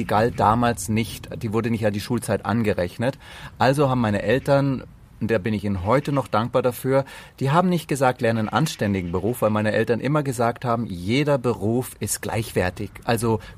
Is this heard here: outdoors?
yes